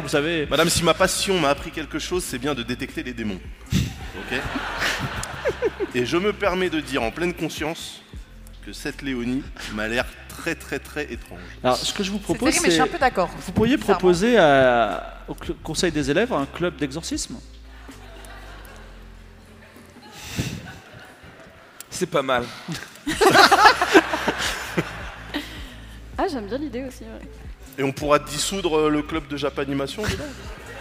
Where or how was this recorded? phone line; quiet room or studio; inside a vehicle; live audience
live audience